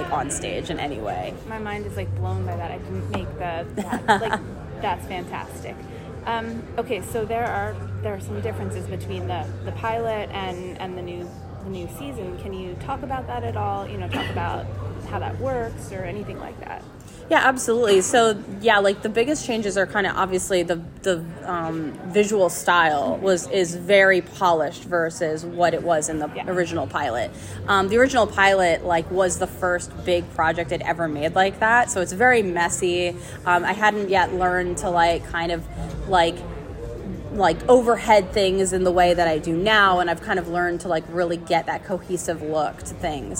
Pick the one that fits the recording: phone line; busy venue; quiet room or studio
busy venue